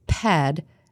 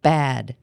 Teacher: We need to hear that puff of air or we'll get confused between words such as pad and bad. · Shown in: first take · Term: aspirated p